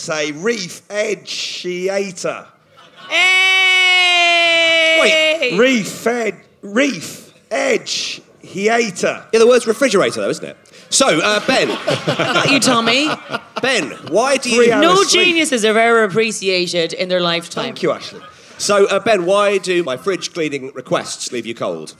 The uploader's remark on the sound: a special episode recorded at the 2017 Latitude Festival